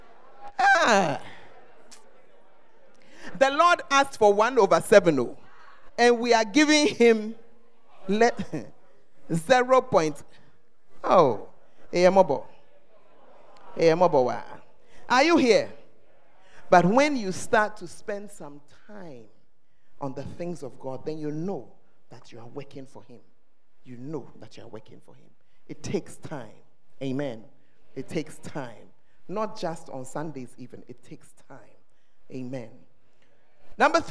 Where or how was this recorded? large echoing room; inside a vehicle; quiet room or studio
large echoing room